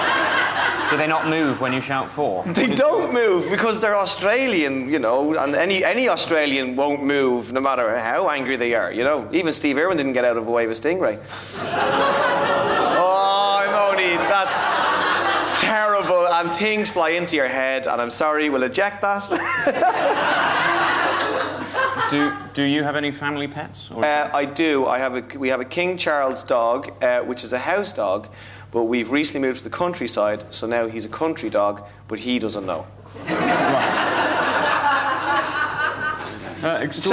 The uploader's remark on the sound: Edinburgh festival podcast: The Guardian Live at the Gilded Balloon. On stage for live comedy at the Gilded Balloon.